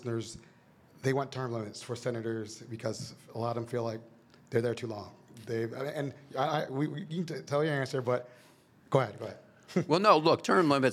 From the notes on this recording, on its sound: This year’s MACo Summer Conference featured a live recording of the No Pix After Dark Podcast